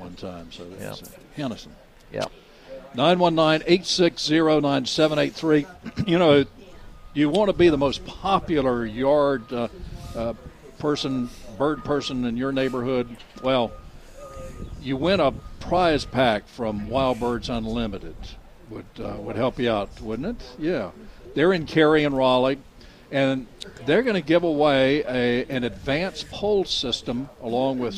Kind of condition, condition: setting, busy venue